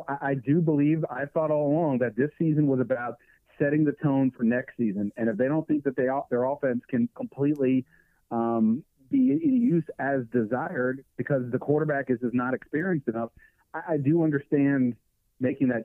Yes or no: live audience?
no